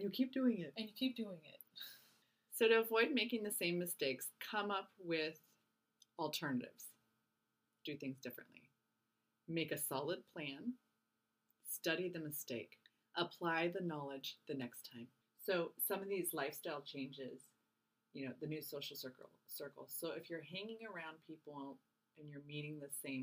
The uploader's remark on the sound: We apologize for the sound quality. We thought the new equipment was working.